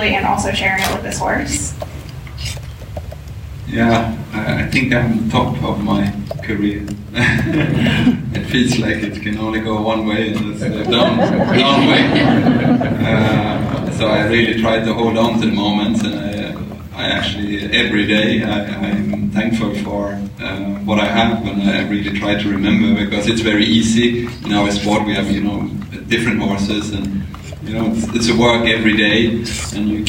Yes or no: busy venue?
yes